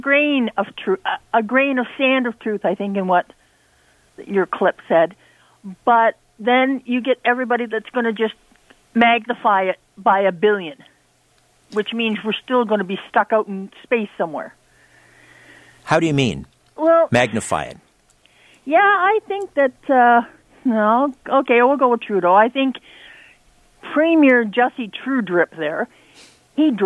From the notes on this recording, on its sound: opens the phone lines